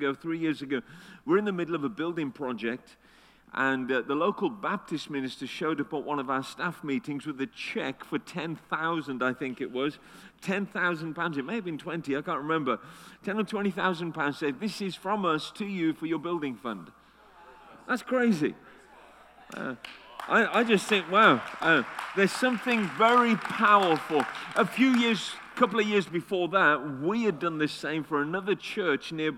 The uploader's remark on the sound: Destiny Christian Center Oklahoma City, Oklahoma 02/17/2019